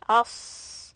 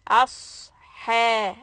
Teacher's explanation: raising the back of the tongue and keeping it high so that sawd becomes heavy